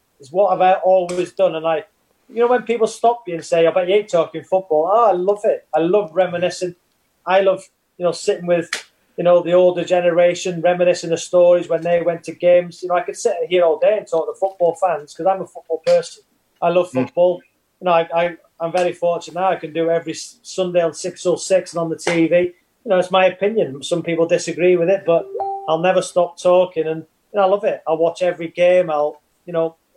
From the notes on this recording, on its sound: sit back and enjoy this zoom session.